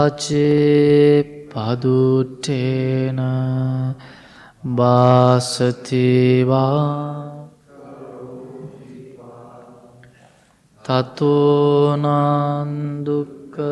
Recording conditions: large echoing room